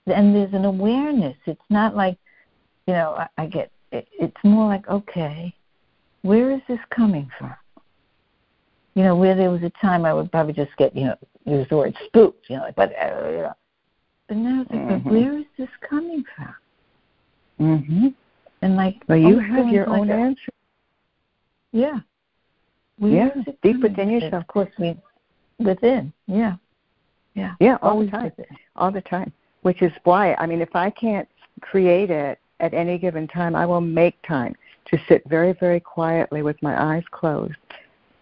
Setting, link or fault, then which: link, phone line